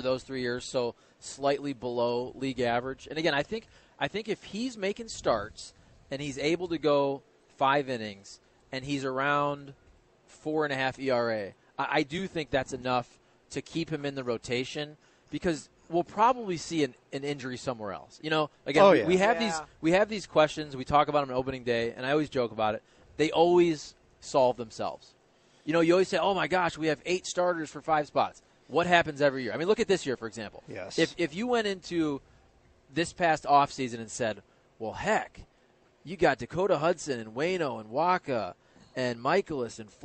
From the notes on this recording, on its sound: broadcasting live from Schnucks in St.